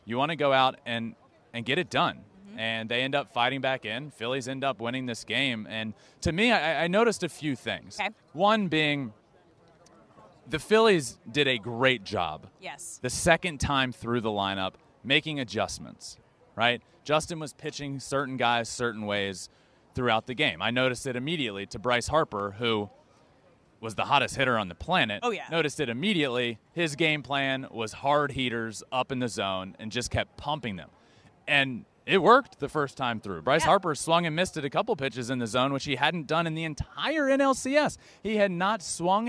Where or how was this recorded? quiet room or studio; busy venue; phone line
busy venue